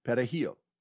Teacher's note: Now, in Spanish, the word for parsley is perejil. It has an R. You have to trill once, and then the J is a pretty hard H sound.